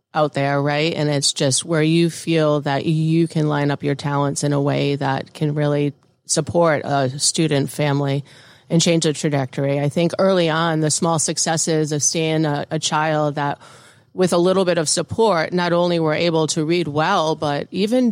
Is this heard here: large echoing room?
no